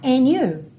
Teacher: Lembra que a gente pode omitir o som desse D e juntar direto no N.